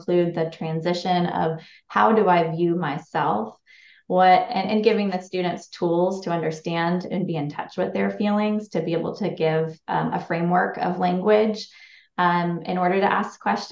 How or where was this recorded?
video call